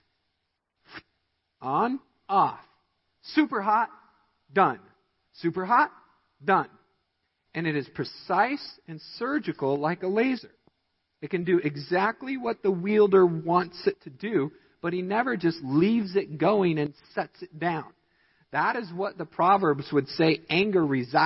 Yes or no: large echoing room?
yes